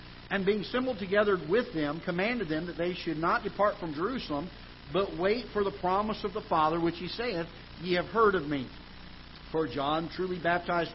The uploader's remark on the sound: Ketha Heights Baptist Church ~ Live Broadcast